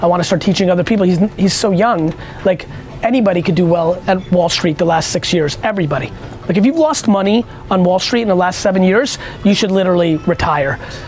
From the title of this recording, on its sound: A Live Q&A In an IHOP In Minneapolis